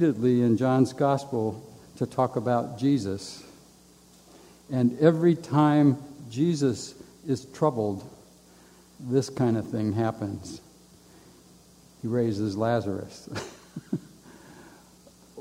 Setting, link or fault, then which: setting, live audience